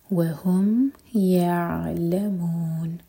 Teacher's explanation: عین ساکن پر تھوڑا ٹائم دیں تاکہ قلقلہ نہ ہو